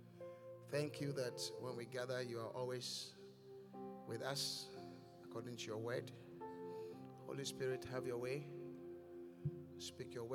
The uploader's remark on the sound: Encounter Service. Preached at The Qodesh.